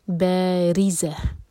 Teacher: را کے نیچے کثرت تو را باریک، زبان کی صرف ٹپ سے پڑھیں گے